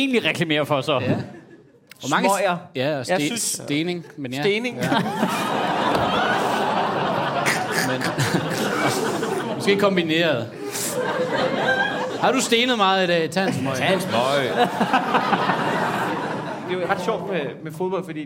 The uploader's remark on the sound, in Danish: Afsnittet er optaget live på Comedy Zoo